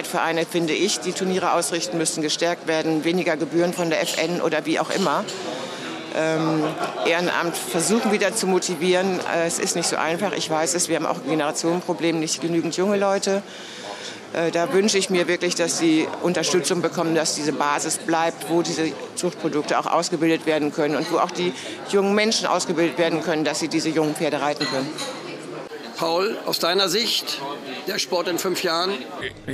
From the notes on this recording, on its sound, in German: Der Podcast wurde im Zuge des CHIOs in Aachen im Juni 2023 aufgenommen.